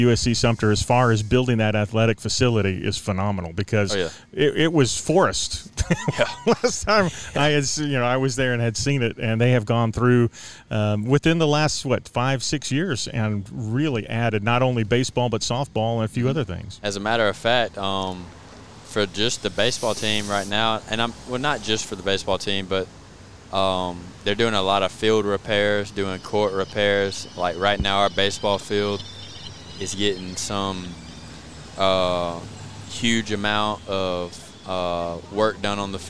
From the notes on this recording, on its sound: The guys are at the Festival of Discovery in uptown Greenwood for todays podcast.